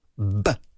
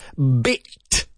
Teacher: it starts with an explosive B, B, and it ends with another little explosion in the mouth